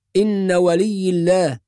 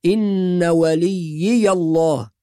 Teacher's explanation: وفي الآية رقم 196 في قوله تعالى إن وليي الله الذي نزل الكتاب، بعض الناس يقرأ إن ولي الله بياء واحدة أو إن ولي الله، والصواب أنها بياءين، إن وليي الله بهذه الطريقة، إن وليي الله، يبقى نحافظ على الياء الأولى المشددة وبعدها ياء مفتوحة · Shown in: second take · وليي الله.